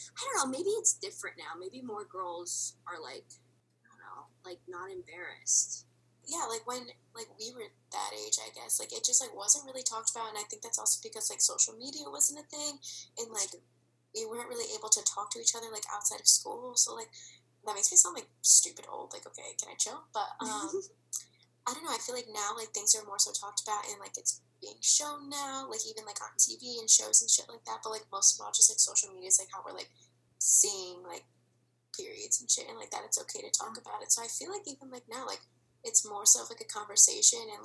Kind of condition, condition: fault, poor sound quality